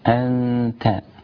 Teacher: والحكم في أنت إخفاء مع الغنة، النون السكنة بعدها حرف التاء، إخفاء مع الغنة أنت، والإخفاء قلنا مرتبة بين الإظهار والإدغام.